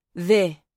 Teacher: the correct pronunciation isn't a hard E sound, but something halfway between E and I, the. He also changed the dialect spelling of the word the from T-H apostrophe to just the letter T with an apostrophe.